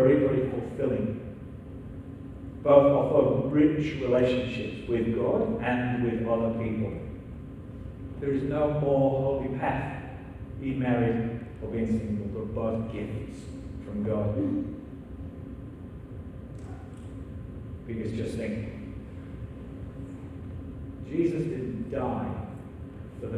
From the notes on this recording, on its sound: still with sound issues for the recording